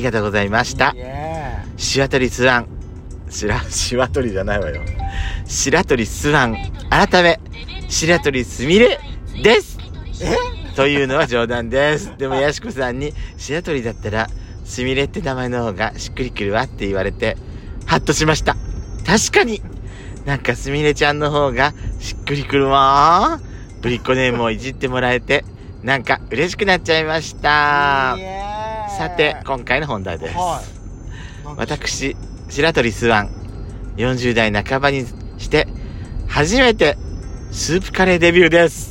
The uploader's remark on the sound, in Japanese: ドライブ収録 #ロードノイズごめんね